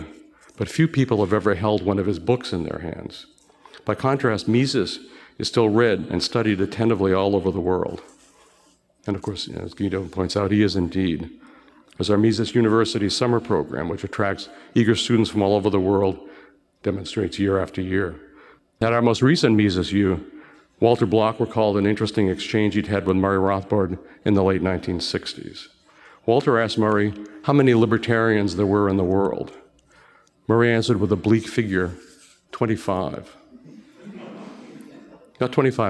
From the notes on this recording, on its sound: delivered a moving message at our event in Boston, last week.